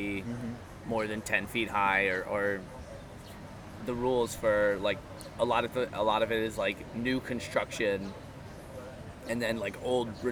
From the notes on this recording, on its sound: A bit of wind noise and I left it stereo cause it felt more personal.